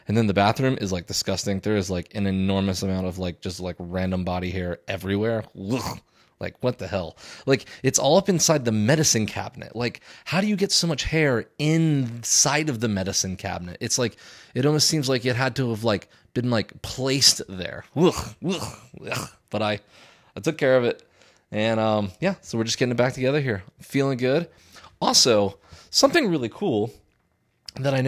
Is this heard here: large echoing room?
no